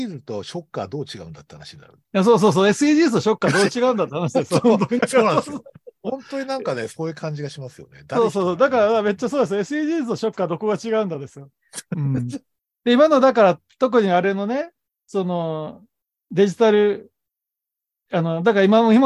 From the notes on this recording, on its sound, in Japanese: トークイベント「シン・仮面ライダーを語る会」をほぼ編集なしで収録しました。ZOOM収録なので、若干音声が聞き苦しいところがありますが、ご容赦ください。